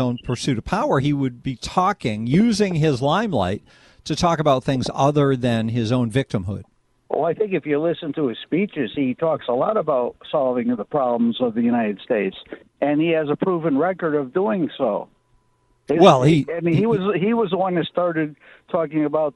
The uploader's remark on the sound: we take phone calls